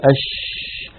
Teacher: فلما نقول أش نجد بأن الصوت يمتد، فالشين يجري معها النفس ويجري معها الصوت، فهي مهموسة رخوة